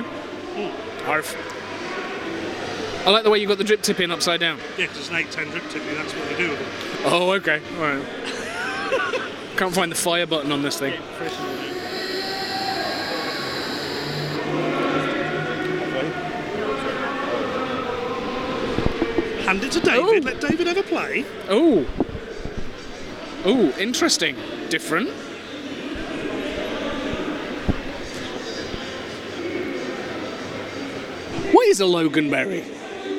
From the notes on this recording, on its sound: A couple of field recordings from Expo 2022, live at the event.